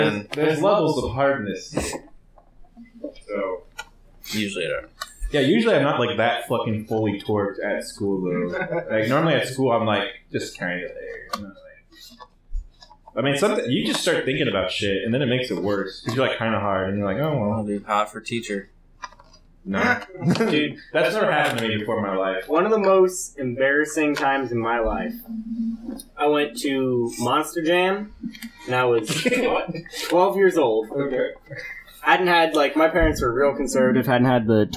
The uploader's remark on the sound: there is some audio issues but this was the best I could do.